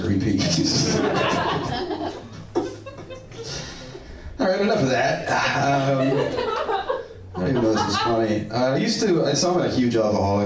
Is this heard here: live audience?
yes